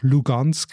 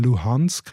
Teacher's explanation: die Ukrainer sagen zum Beispiel das G nicht, sondern machen dort das H · Shown in: second take · Also beim Stadtnamen russisch Lugansk ist ukrainisch eben Luhansk.